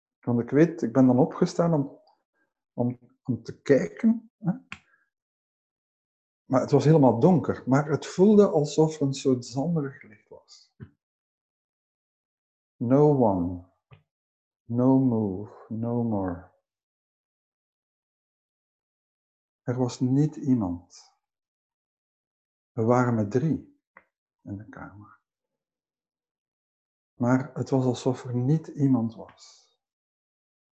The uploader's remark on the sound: Teisho via zoom